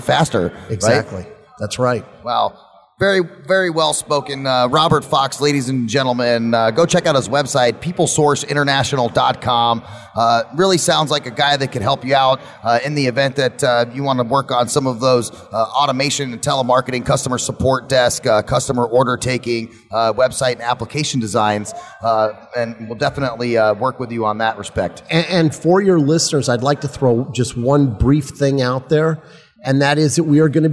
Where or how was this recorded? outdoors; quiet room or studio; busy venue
busy venue